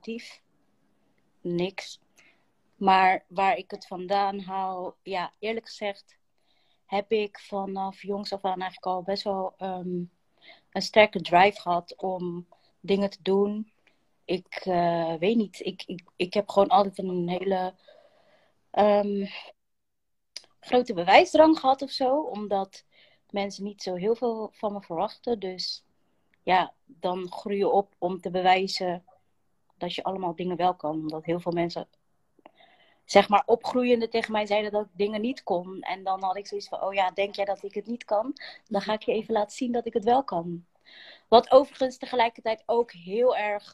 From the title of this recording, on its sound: Instagram Live